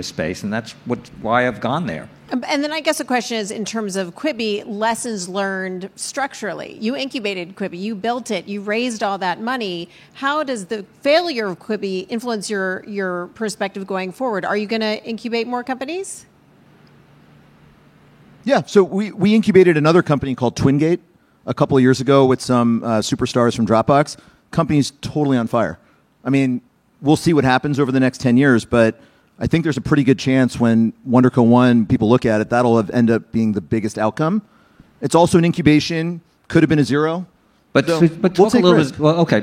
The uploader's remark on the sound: Recorded March 2, 2022 at the Upfront Summit